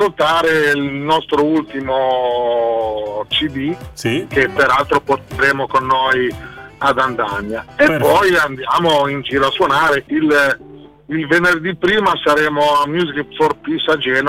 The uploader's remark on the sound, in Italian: INTERVISTA TELEFONICA